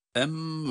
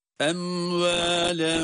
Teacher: Em ve bakınız em dedik mimin kendisini okuduk sonra hiç araya boşluk açıklık getirmeden hemen vav harfine geçiyoruz. Emvelehum. Evet bu ve benzeri kelimelere dikkat edelim.